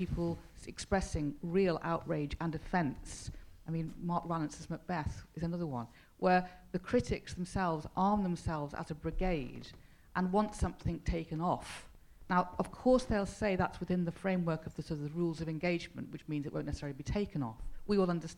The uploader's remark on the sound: The question and answer session from the panel discussion.